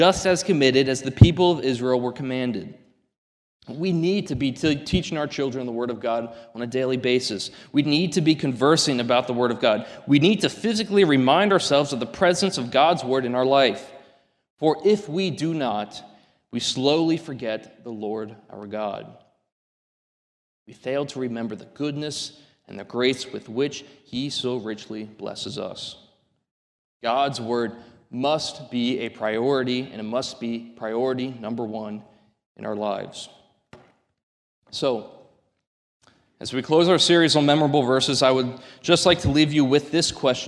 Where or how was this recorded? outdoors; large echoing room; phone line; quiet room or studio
large echoing room